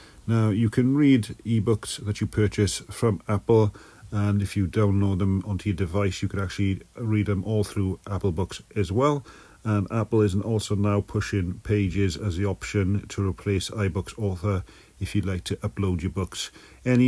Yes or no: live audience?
no